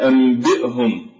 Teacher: النون لا تنطق وإنما نقلبها إلى ميم